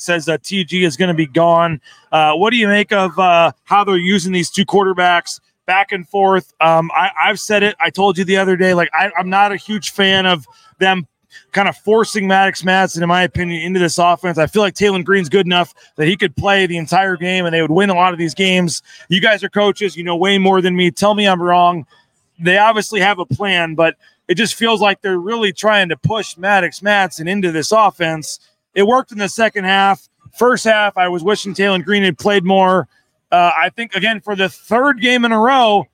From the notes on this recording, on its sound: LIVE at The James Kitchen and Bar